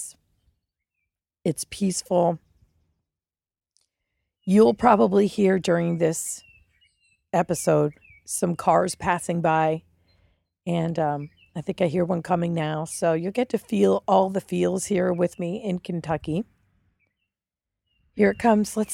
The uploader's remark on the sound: Live from the road: Audio journal of behind the scenes with the crew